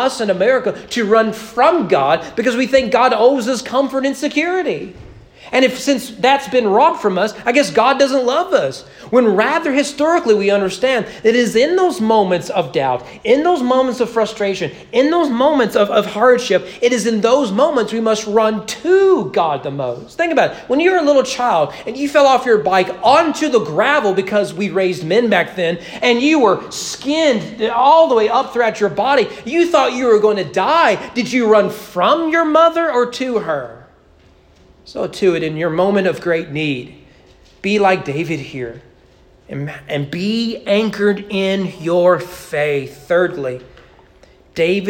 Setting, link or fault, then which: setting, large echoing room